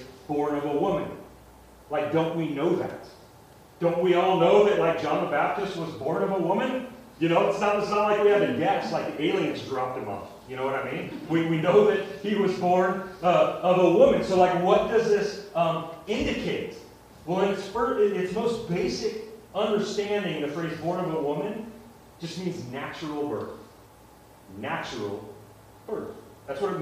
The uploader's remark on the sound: Sorry about the audio quality